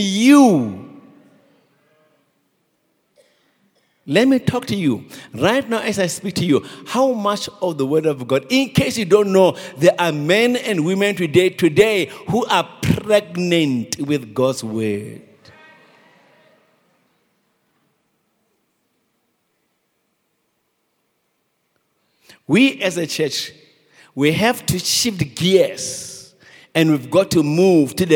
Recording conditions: large echoing room